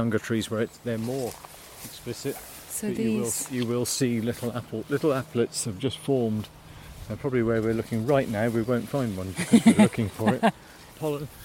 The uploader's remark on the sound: A summer's day in a Somerset cider orchard. Head to the sleepy hamlet of Shepton Montague in Somerset.